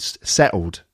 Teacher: And the settled sounds like settled with a D. But …, with her accent, would drop the T completely.